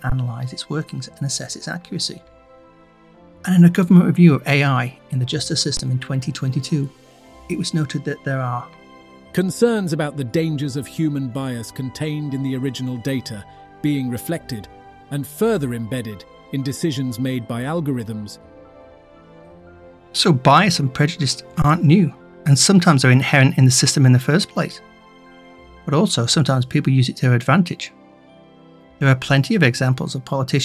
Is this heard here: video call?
no